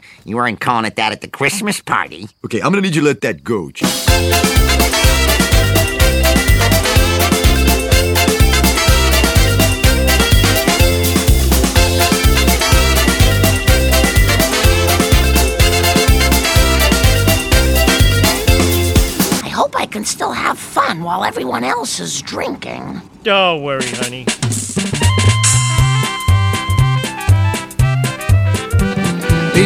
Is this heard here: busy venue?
yes